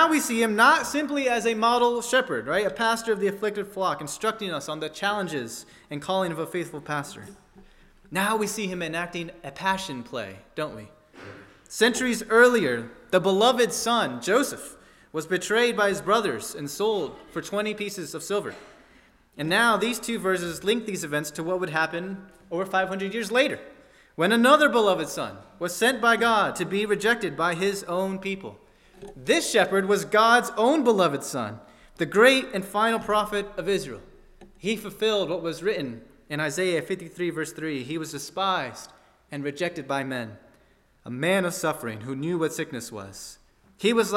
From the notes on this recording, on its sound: at First Baptist Church in Delphi, Indiana